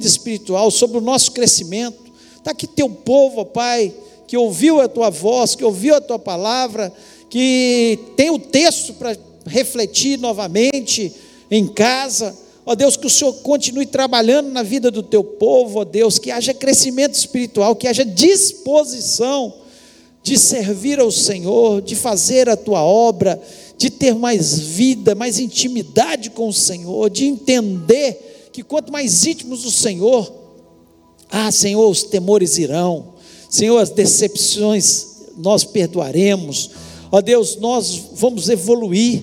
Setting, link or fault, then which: setting, large echoing room